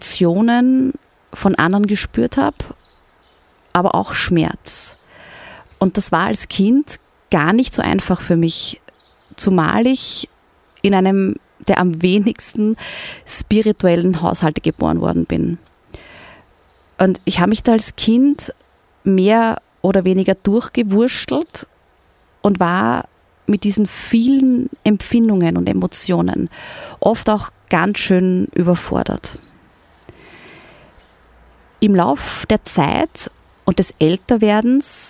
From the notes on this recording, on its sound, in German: Aufgenommen im Sonnenuntergang mit Blick in die Wälder und auf den Großglockner.